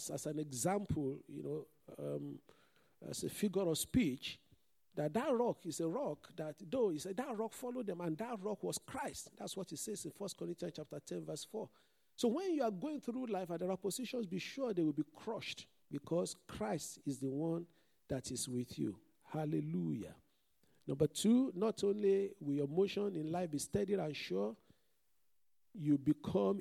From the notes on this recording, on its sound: This Sunday Service message preached. Fountain of Love, RCCG Aberdeen, UK.